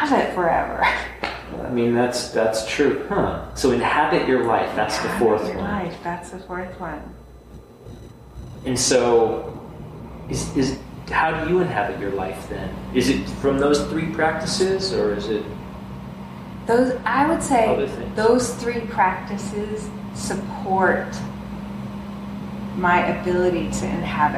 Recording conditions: background noise